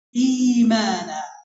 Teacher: نبدل الهمز الساكن من جنس حركة ما قبله · Term: إبدال